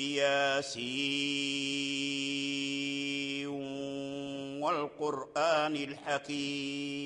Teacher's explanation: هذا الإدغام إدغام ناقص، أي إدغام ناقص مع الغنة إذا وصل